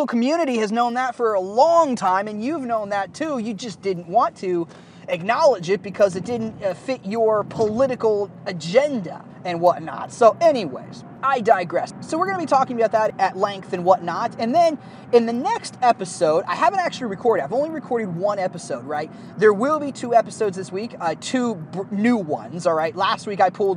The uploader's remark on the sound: the audio isn't the best as I was recording this episode in the car